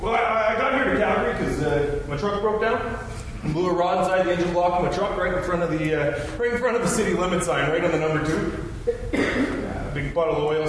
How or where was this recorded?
live audience